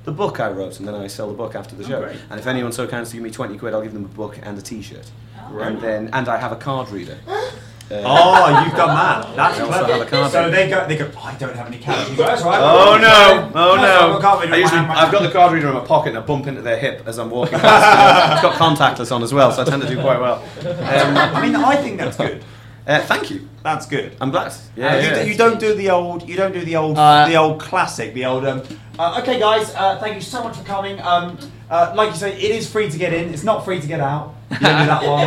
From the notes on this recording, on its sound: This episode was recorded at 52 Canoes, Edinburgh on 12th August 2017 as part of PBH's Free Fringe.